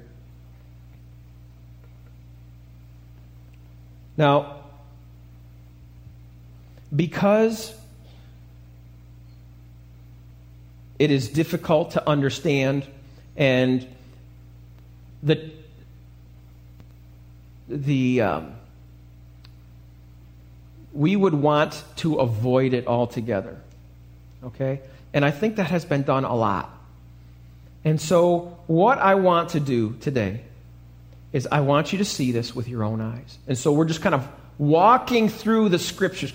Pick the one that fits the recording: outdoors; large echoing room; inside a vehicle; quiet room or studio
large echoing room